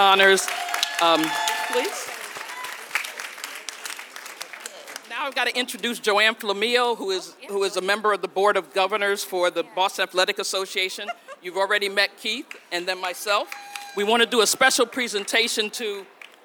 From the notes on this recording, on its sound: This is a special live recording of the Podium Pioneers Panel, which took place at the 2023 Boston Marathon Expo live stage.